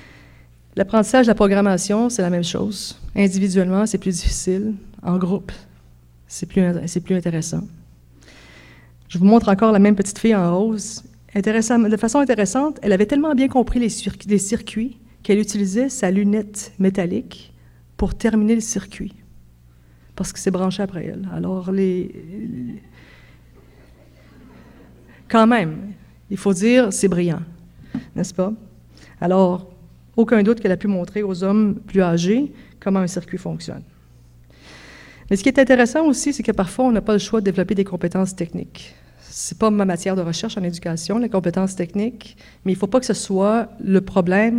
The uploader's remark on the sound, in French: Conférence 801 du colloque 2017 de l'AQPC, à Montréal.